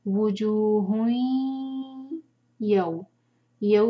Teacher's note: کھینچیں گے مد طبعی اس کے بعد ہا پر تنوین ہے تنوین کے بعد یا ہے تو یہ ہے ادغام غنہ کے ساتھ ہم دونوں کو مرج کریں گے